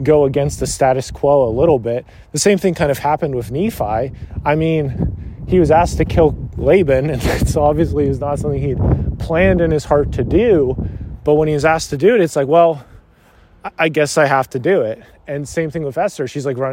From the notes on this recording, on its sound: This was recorded while on a walk through my parent's neighborhood. There may be the sounds of cars and driving and that is 100% intended haha.